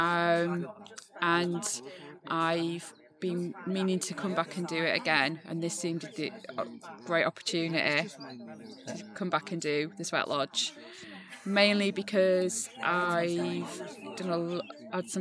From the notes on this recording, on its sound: This is my first ever field recording of a podcast. I travelled to Leiscester to Turtle Lodge Healing.